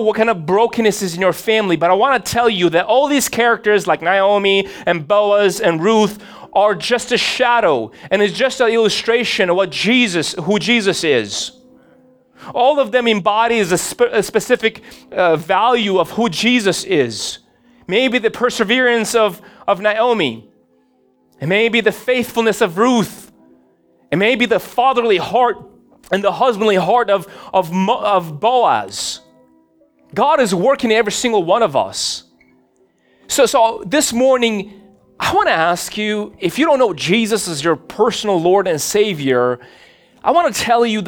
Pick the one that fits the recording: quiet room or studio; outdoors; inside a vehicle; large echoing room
large echoing room